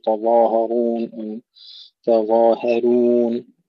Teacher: التاء مرققة بعدها الظاء مفخمة بعدها الهاء مرققة بعدها الراء مفخمة، تظاهرون أنا أقول تظاهرون تظاهرون، يعطي كل ذي حق حقه، تفخيم الظاء والراء وترقيق بقية الأحرف.